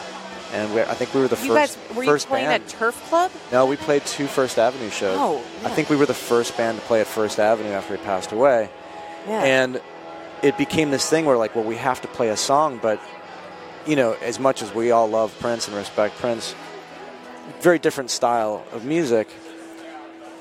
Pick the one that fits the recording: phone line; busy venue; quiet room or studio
busy venue